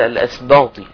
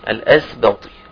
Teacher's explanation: فالصحيح الأس باء الباء ترقق وكذلك الألف لها تتبع ما قبلها · Shown in: second take · الأسباطي وهكذا يفصل ما بين يبقى خلص الباء بالألف من الطاء لأن الألف تابع إما تابع للباء والاثنين يرققوا وبعد كده عندي طاء مفخم.